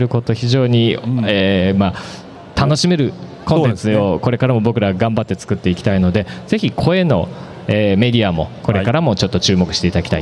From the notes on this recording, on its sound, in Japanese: 今回はサイクルモード東京2023におきまして、BicyleClubブースで行いました公開収録の模様をお届けします。